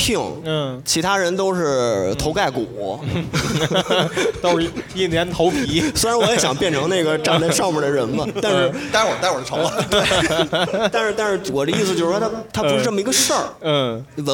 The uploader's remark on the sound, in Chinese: 现在，我们将经过修整剪辑过的现场录音内容，按照每个播客一段的形式，分成 7 条主题内容进行发布。我们在北京举办了 音乐·聚我们——首届「播客松」+西海之声7周年聚会 活动。现场录音设备协力品牌：Focusrite、RODE 麦克风。